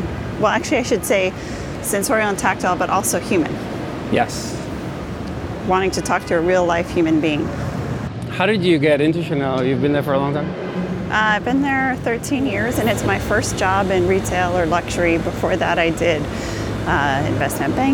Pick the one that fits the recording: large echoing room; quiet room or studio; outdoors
outdoors